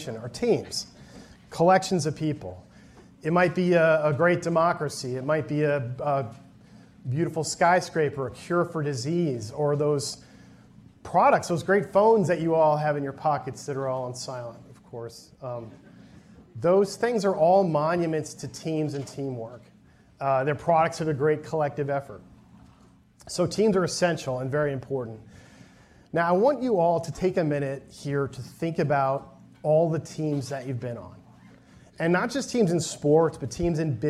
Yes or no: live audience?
yes